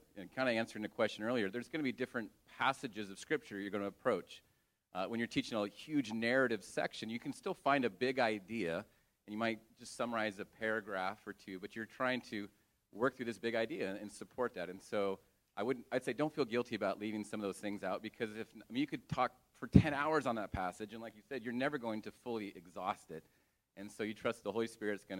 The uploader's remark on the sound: Homiletics Q&A Panel. Answer questions from the audience.